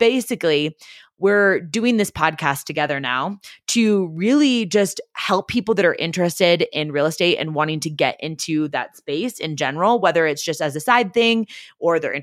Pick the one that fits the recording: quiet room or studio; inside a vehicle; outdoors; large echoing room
quiet room or studio